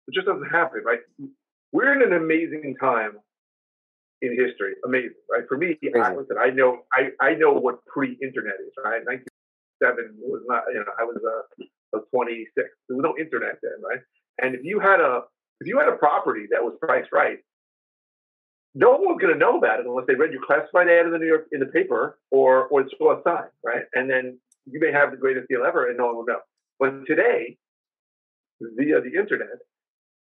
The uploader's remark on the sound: We regret to inform you that the upcoming episode may have some audio issues.